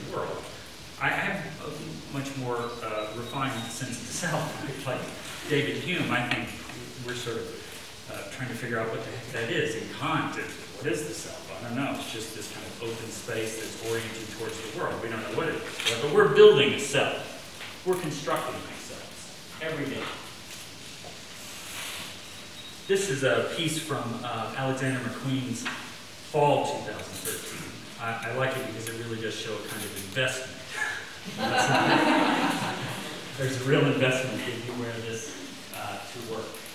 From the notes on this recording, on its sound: Best quality audio available.